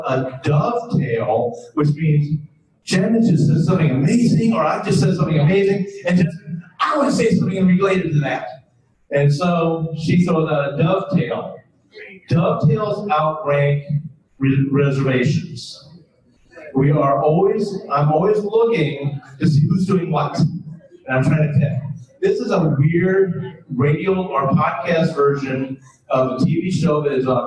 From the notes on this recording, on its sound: Recorded Live at Gateway Con. This episode was recorded in front of a live audience.